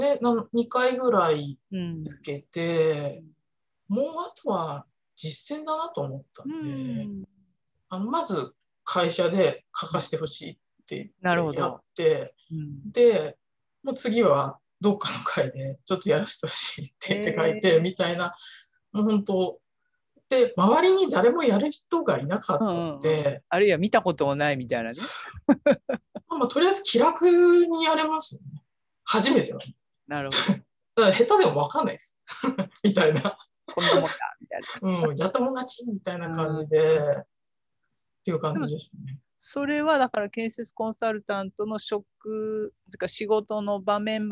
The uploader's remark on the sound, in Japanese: 収録場所： オンライン (Zoom)